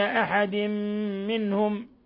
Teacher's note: تنوين كسر جاء بعده الميم إضغام بغنة